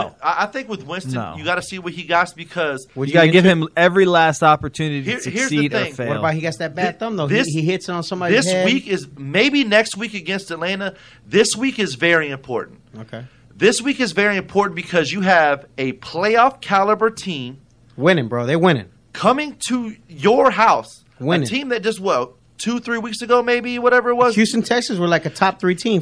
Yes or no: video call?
no